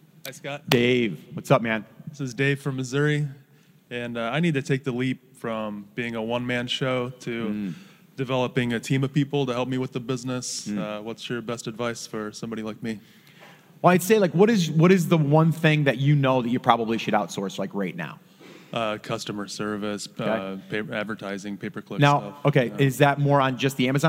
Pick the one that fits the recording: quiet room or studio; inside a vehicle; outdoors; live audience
live audience